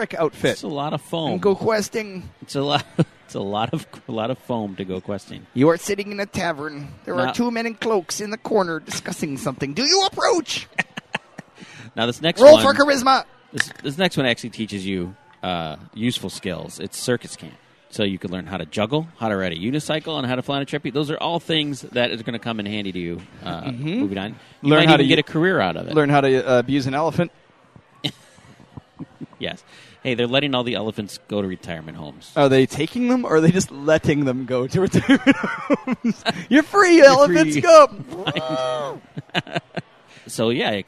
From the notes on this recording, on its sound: Record live at Brooklyn Boulders Chicago while their daughters preview Brooklyn Boulders Summer Camps.